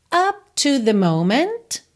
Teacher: Up to the moment, então não precisa fazer o up, up, não precisa marcar o P, tá? Consoante oclusiva, você pode só encerrar o som da vogal.